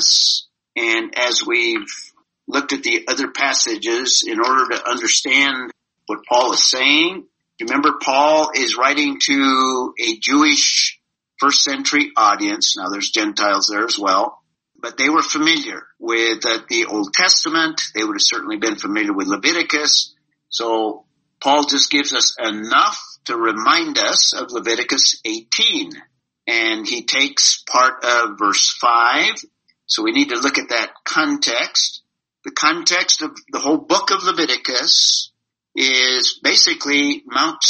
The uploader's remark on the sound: This was zoom meeting #15